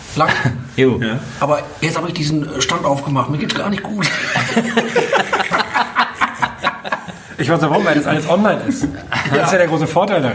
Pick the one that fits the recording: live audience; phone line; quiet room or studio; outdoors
live audience